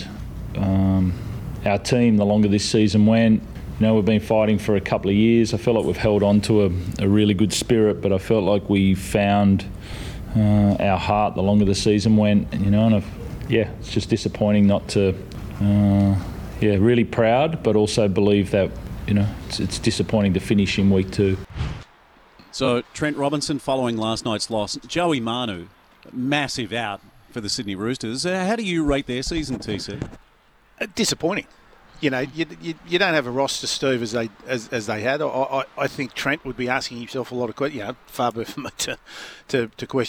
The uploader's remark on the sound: Live from the Donnica Clarke Foundation sponsor appreciation breakfast.